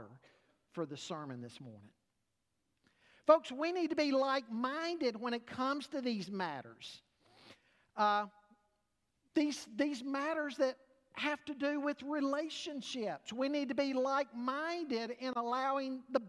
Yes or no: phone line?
no